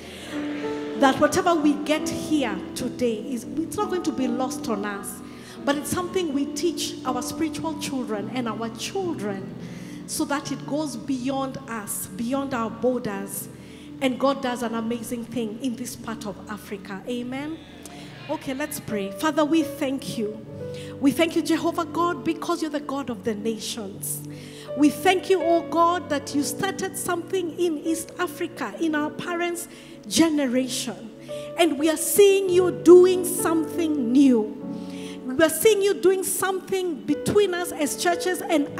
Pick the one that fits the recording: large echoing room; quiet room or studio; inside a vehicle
large echoing room